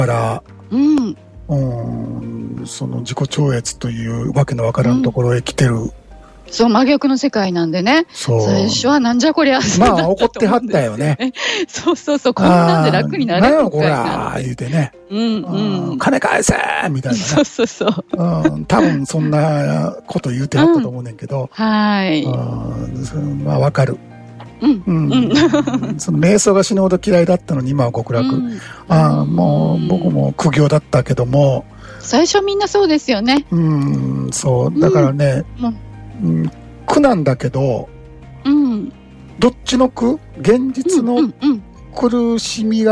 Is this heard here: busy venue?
no